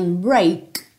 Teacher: você não ouve esse K